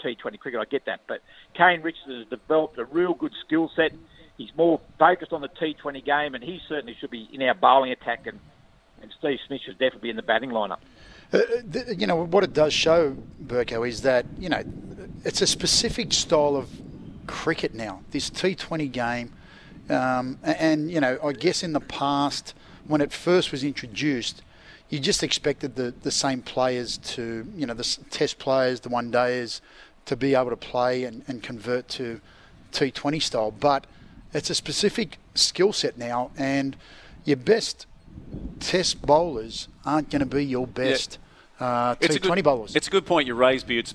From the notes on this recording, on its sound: live from Gosford sailing club